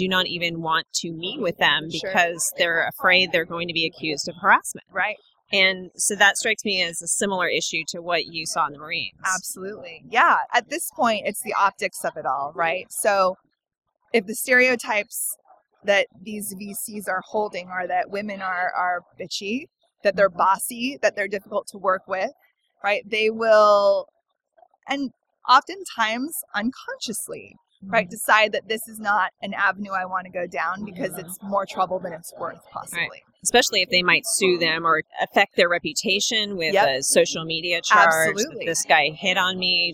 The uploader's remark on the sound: Unraveling Pink was on location at the Podcast Movement 2017 conference in Anaheim. Thanks to Shure and TalkShoe, we were able to record during the convention, complete with the buzz of the conference excitement in the background.